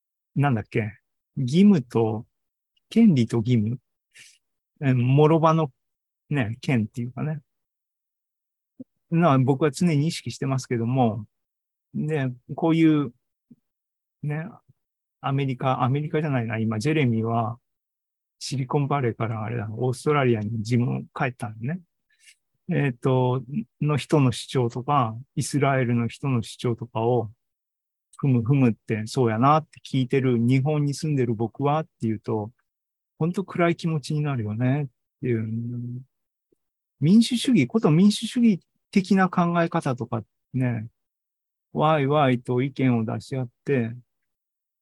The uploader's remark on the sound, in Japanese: ２０２３年７月２９日に開催した ZOOMライブの模様です。